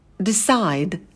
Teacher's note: А на звуке D. Кончик языка идет на альвеолы, потом краткий I, I, D, D. Здесь тоже важно не смягчать, чтобы не было D, а было D.